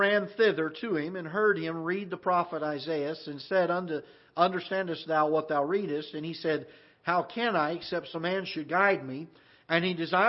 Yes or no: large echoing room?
yes